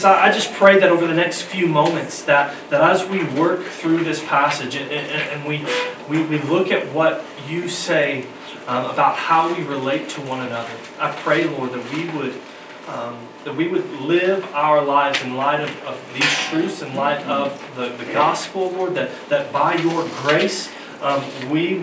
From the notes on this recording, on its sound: Due to no heat in the auditorium we had to move things downstairs, we apologize for the sound quality this week.